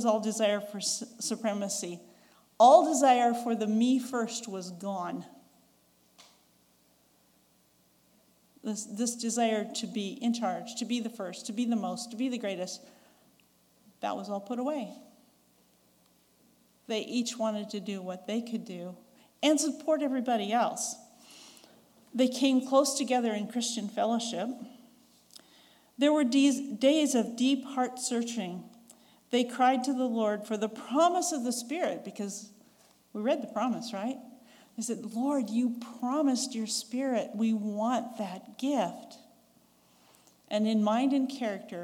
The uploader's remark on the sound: recorded on June 4, 2022, at Ringgold Seventh-day Adventist Church